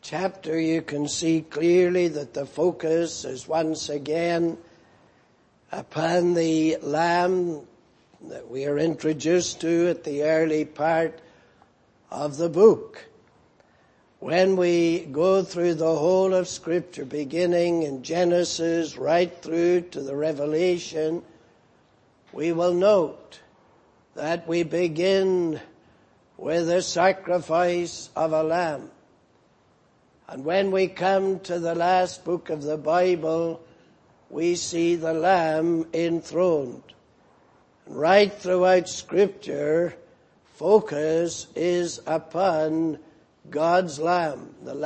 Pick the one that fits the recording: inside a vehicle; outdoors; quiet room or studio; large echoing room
large echoing room